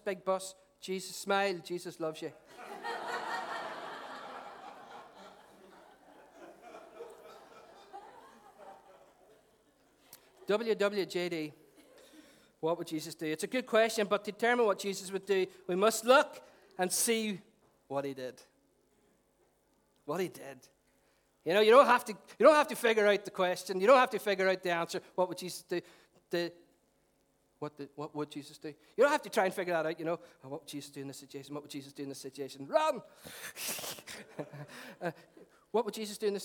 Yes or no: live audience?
yes